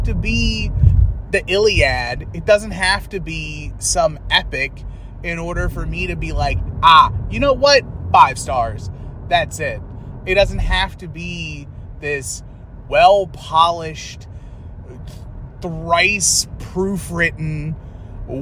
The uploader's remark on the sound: Members of the NoSo Braintrust often chat about the most random of topics via audio messages in their group chat... This entire podcast is made up of those audio clip conversations that occur over the course of multiple days.